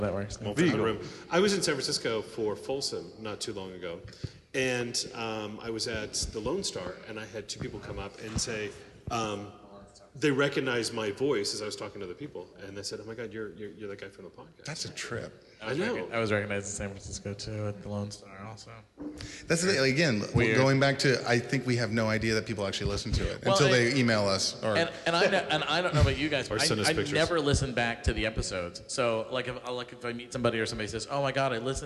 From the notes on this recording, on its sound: A Special podcast recorded with a live audience at the San Diego LGBT Center. They answer many bear-related questions from the audience.